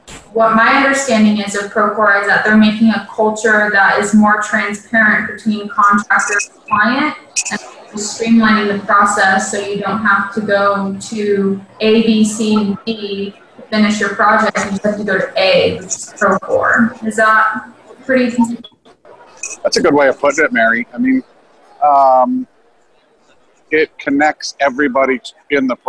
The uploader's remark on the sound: Films at Procore's conference, Groundbreak, in Phoenix.